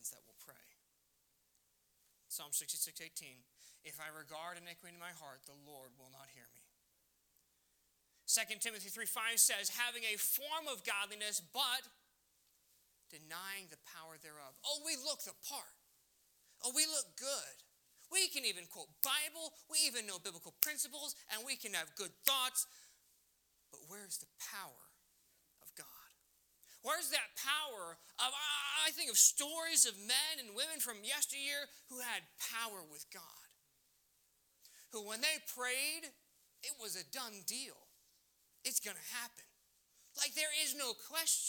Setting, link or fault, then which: setting, large echoing room